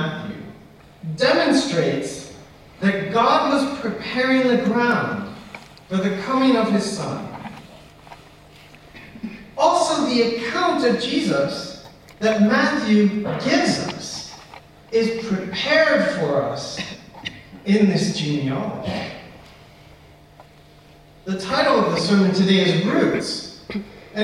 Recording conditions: poor sound quality